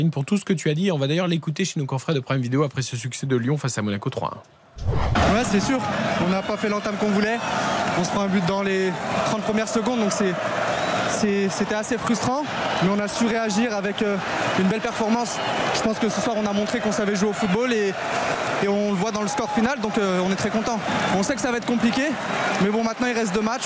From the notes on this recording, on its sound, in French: Trois heures de direct. En direct du Groupama Stadium.